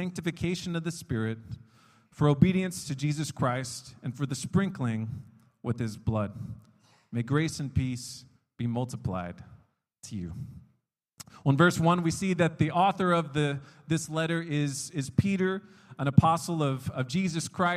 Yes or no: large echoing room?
yes